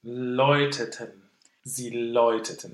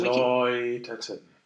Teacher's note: this is a funky kind of diphthong, because we go to an open O as opposed to an A vowel